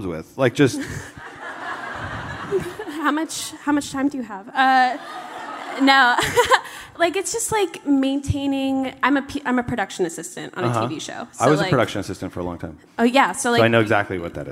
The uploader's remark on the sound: Recorded live at Vulture Fest.